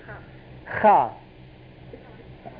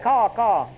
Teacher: It is pronounced as a strong guttural H plus A or ha. · Shown in: first take